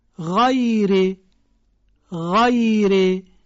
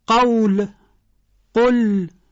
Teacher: مورد بعدی حرف غین هست، صدای حرف غین مثل قرقره کردن آب در گلو با جریان صوت همراهه، برخلاف حرف قاف که صداش به صورت انفجاری ادا میشه